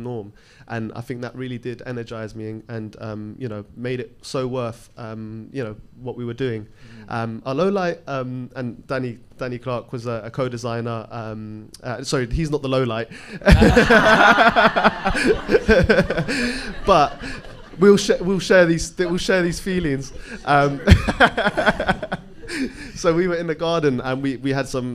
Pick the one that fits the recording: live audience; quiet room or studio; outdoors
live audience